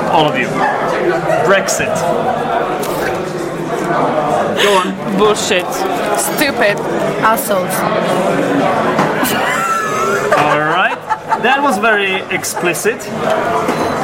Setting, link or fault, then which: fault, background noise